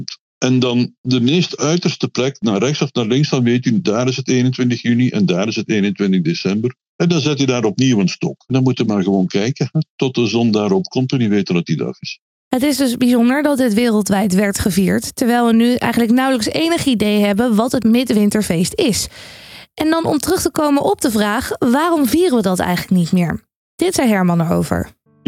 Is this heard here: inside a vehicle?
no